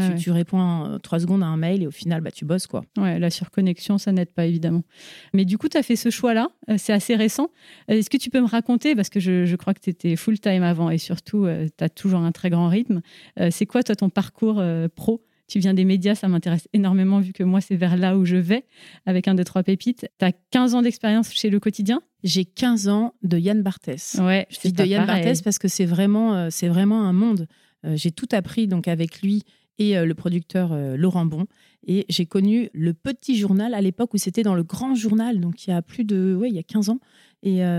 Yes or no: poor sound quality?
no